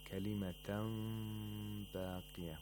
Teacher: We have إِقْلَاب of نُون ساكنة here, which means that the نُون ساكنة is pronounced like a ميم that is pronounced with إخفاء. So first, the نُون is ميم، and then the ميم is a ميم with إخفاء.